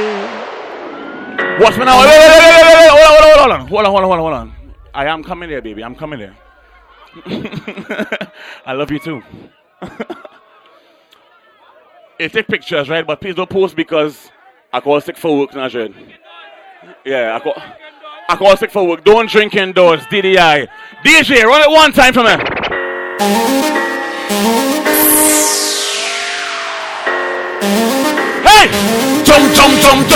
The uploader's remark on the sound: LIVE AT DDI